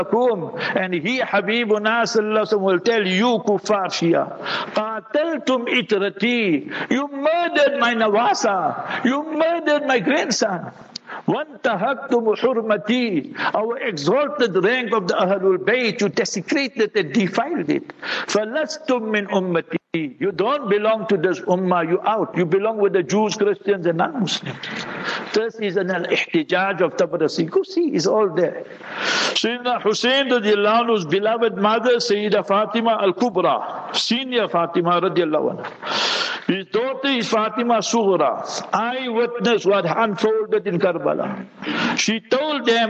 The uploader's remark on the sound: Jumah Lecture at Rainbow Masjid.